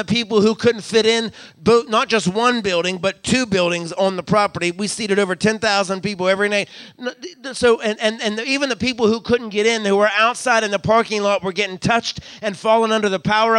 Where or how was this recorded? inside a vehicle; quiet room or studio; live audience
live audience